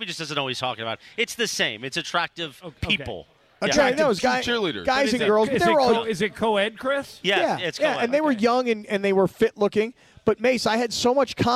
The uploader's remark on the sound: LIVE FROM YAAMAVA!